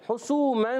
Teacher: سین واؤ پہ، سو واؤ مدہ ہے، سین سیٹی کے ساتھ ادا ہوتا ہے